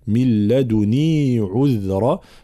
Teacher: يقرأه طبعا الإمام قالون بتخفيف النون